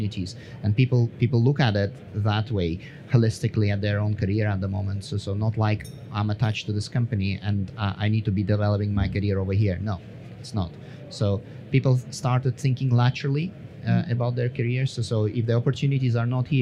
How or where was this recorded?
busy venue